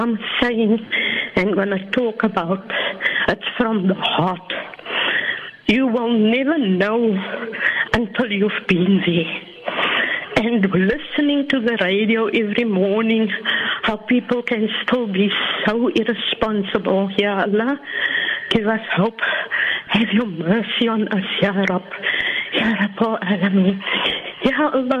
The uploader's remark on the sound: Those were the emotional words of a regular VOC listener who called into the show this morning.